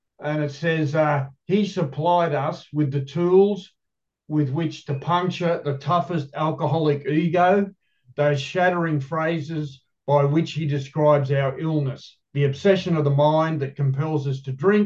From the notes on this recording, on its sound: The Grace Group Zoom Series in Hattiesburg, MS.